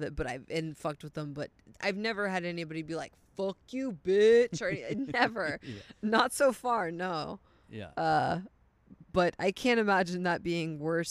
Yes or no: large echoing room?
no